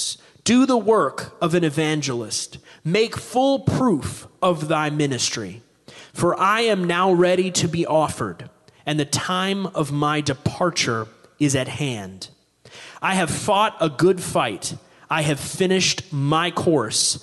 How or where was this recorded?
large echoing room